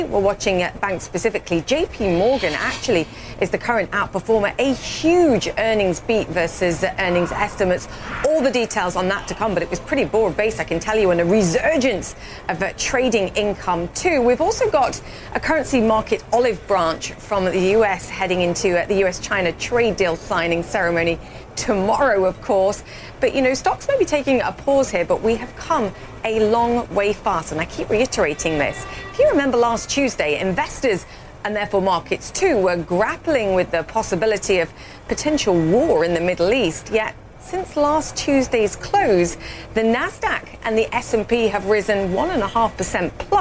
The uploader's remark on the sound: live from the New York Stock Exchange